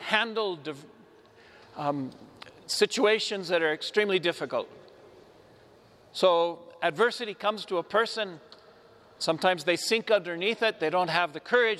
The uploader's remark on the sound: Homily delivered to the Saint Francis Catholic Community of Cuenca, Ecuador, (Iglesia de San Francisco).